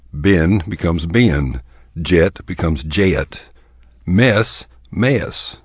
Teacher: In the traditional or classic Texas dialect, we tend to convert one-syllable words to two-syllable words. · Term: Texas diphthong